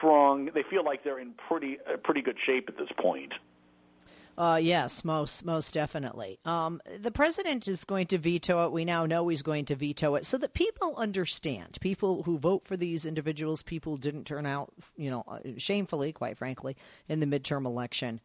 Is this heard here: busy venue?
no